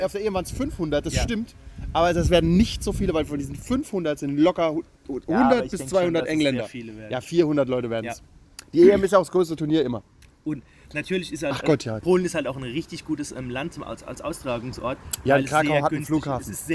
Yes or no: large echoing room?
no